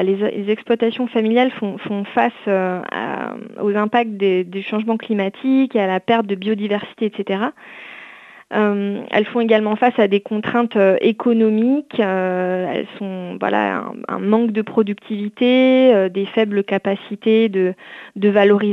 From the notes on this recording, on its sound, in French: reçoit aujourd’hui par téléphone